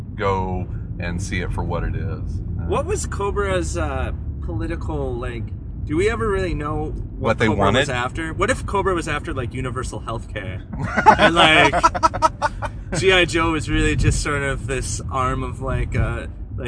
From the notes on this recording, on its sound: Join three friends as they drive from Chicago to Milwaukee. Travel the treacherous span of I-94.